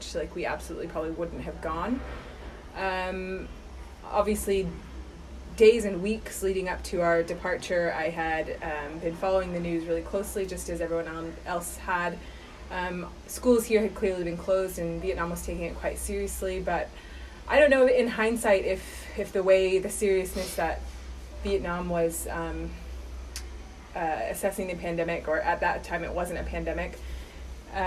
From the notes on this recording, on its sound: Direct from quarantine in Saigon. This was recorded on a phone recorder and I don't have a laptop for edits.